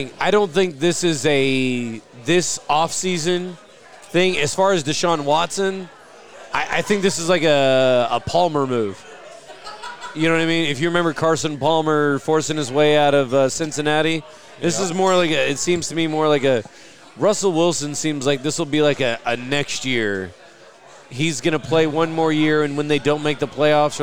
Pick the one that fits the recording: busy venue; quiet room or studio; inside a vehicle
busy venue